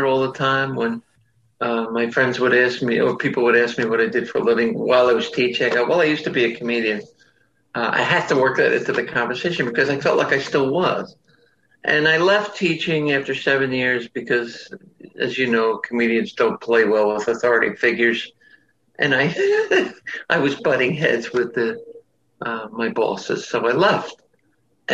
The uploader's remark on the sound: sat down with me over Zoom